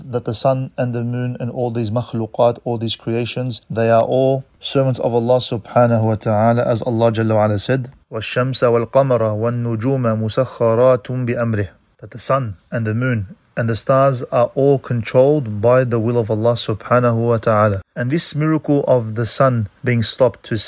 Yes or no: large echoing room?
no